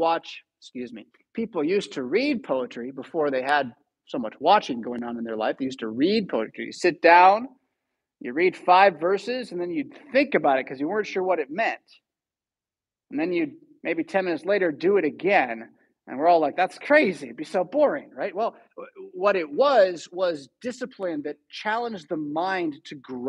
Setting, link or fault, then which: setting, large echoing room